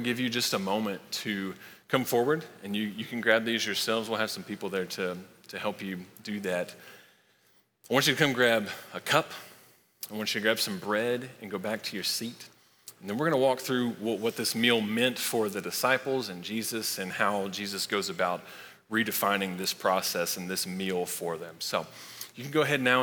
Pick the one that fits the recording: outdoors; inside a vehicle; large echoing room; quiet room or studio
large echoing room